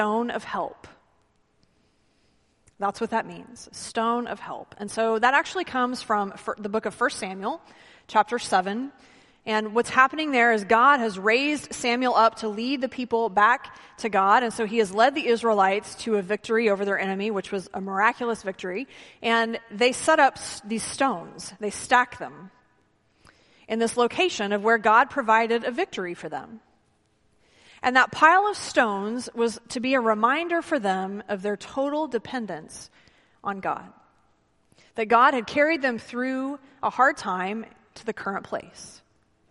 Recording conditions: large echoing room